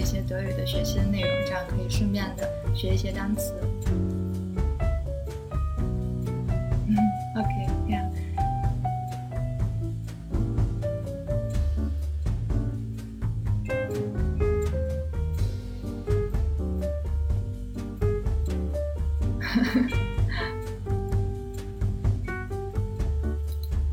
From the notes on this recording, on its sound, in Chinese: 本次直播时麦克风接触不良，音质有些不清晰